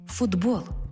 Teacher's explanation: глухий «т» поруч із дзвінким «б» перетворюється на дзвінкий «д» поруч із дзвінким «б». Глухий знайшов собі дзвінку пару.